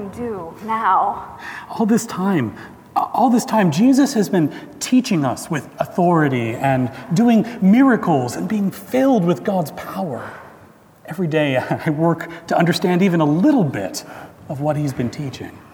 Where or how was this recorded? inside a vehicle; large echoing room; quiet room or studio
large echoing room